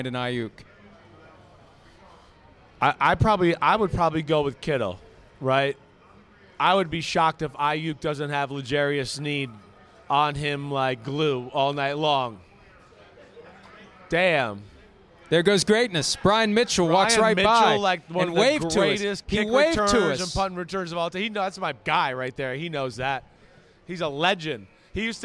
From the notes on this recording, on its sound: Live Audience Show from Las Vegas!